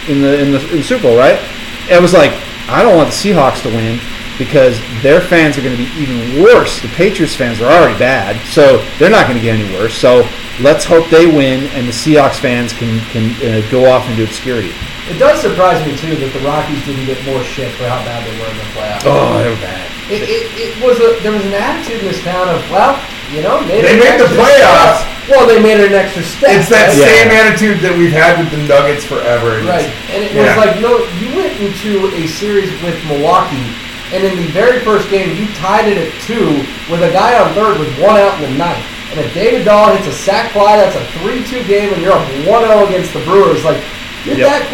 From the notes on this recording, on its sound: apologize in advance for the audio problems